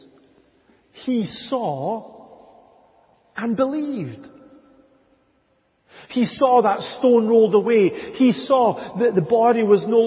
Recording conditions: large echoing room